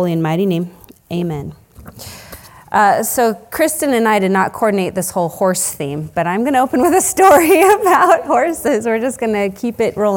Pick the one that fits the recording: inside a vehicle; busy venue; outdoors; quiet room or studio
busy venue